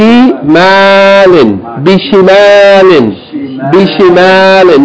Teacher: The first and the second syllables are short, the third one is long.